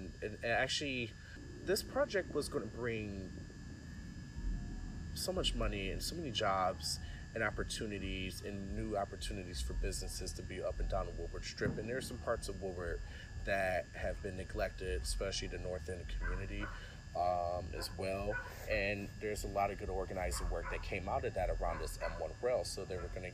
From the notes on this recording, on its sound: gather around the bonfire and enjoy the nighttime sounds, that only a Detroit neighborhood can provide